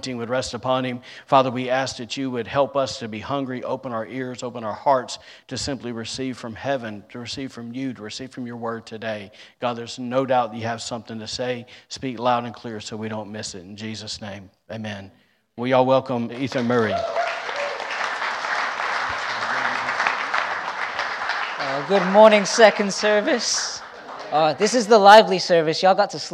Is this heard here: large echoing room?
yes